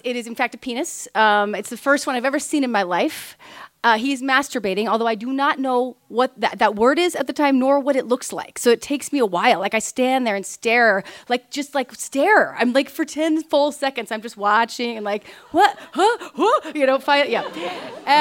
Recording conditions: live audience